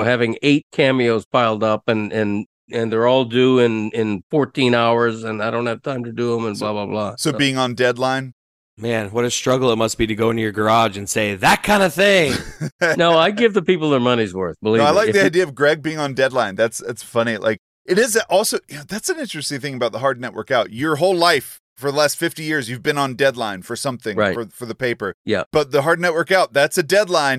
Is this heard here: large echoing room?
no